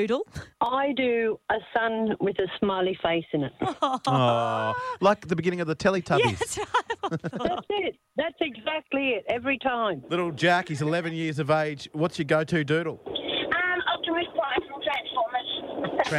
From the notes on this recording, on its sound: there are a ton of callers on the show